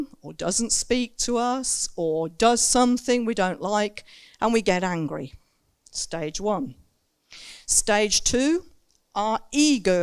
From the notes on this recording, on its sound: Recorded Live In Saxon Hall, Raunds. (limited amount of people as in lockdown).